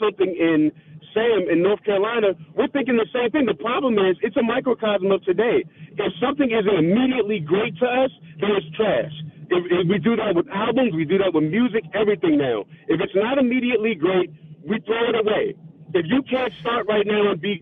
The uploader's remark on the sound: opens up the phone lines